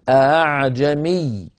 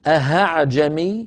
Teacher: الهمزة الأولى محققة والثانية همزة ليست شديدة، ليس فيها قفل للمخرج · Shown in: first take · Term: بتسهيل الهمزة الثانية